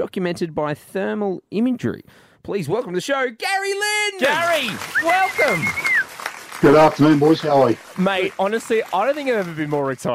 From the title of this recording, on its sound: Live From The Sydney Harbour Bridge!